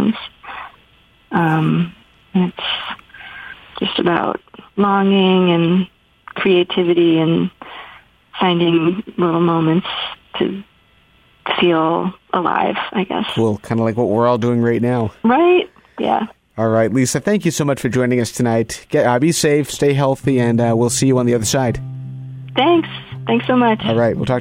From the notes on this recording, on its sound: Joins us by phone.